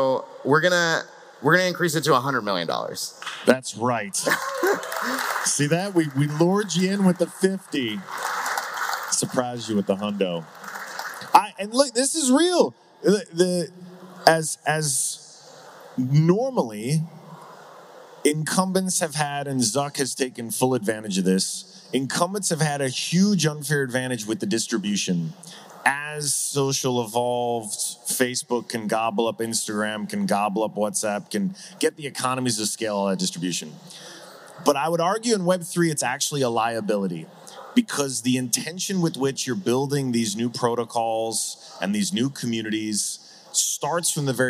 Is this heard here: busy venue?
yes